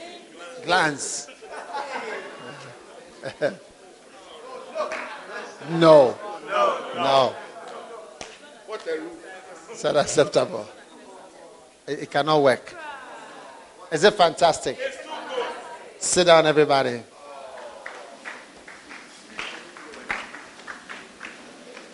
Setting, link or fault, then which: setting, live audience